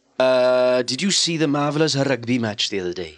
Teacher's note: we tend to roll our R's a little bit as well